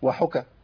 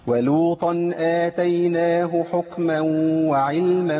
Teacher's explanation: وبرضو حاجة تانية سمعتها، وحكما الكاف عندي ساكنة، والكاف الساكنة لا تخرج إلا بالهمس · Shown in: second take